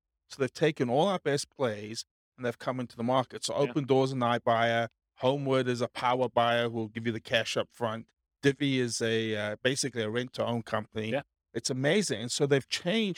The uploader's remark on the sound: This was a live class recorded